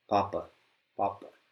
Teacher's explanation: if you just say Papa like an English speaker, you'll feel there's kind of quite a bit of air coming into your hand